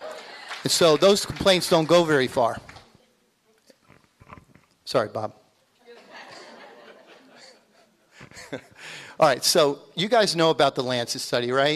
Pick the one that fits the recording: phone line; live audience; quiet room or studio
live audience